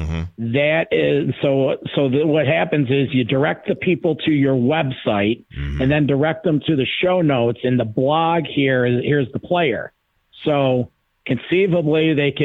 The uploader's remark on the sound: Recorded on December 24th, 2020, this consultation call was over an hour long